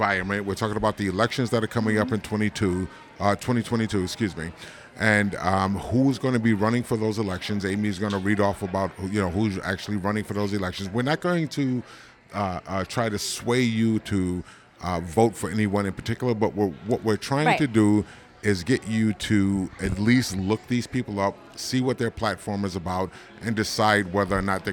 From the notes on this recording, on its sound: For this episode, we were live and on location at Tuscon's Southwest Grill & Pub in Green Bay, Wisconsin